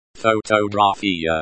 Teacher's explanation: The stress is on the third syllable. Gra. Photographia.